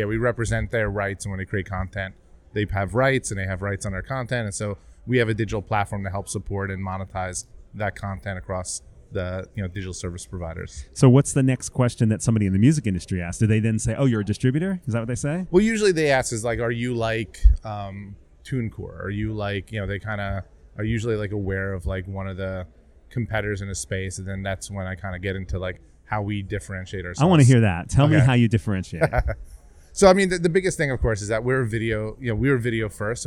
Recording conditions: busy venue